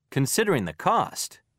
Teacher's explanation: Expressions that give background information, or information you expect your listener to know, have a fall-rise intonation.